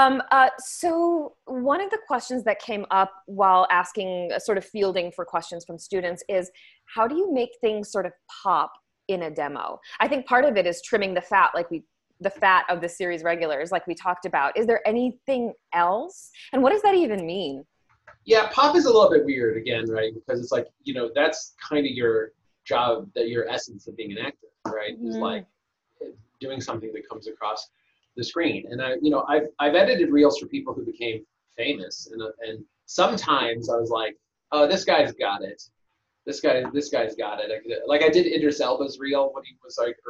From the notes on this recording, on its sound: We taped this during the pandemic, and it is still, to this day, our most requested zoom recording!